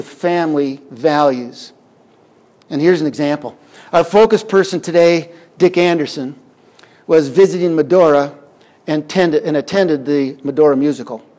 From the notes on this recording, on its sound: Audio recorded on June 15th, 2021 at Wisdom Chain Day in Medora, ND.